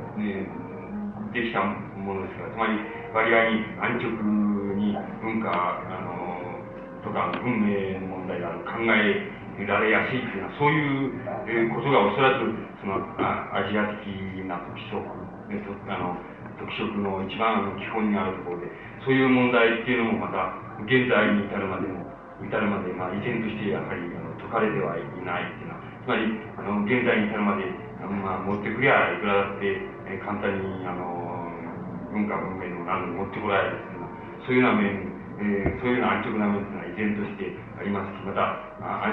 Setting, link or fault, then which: setting, large echoing room